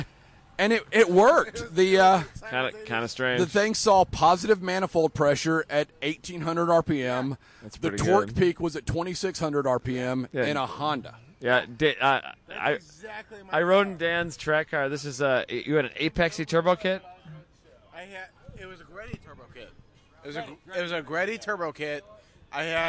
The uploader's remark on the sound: Leaning against racecars in the paddock at Road Atlanta. The recorder got turned on and the record button was pushed.